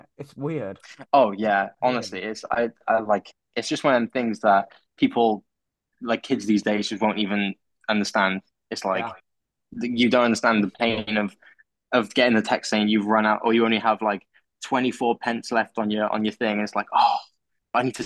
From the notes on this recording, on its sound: when we got off the Zoom call - Zoom which had both plagued us a lot that day